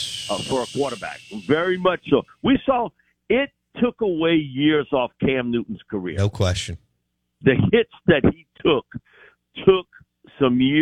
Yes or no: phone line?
yes